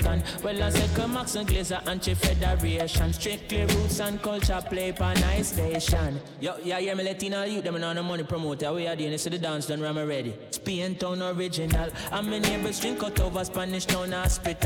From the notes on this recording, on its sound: Live From The Huckster.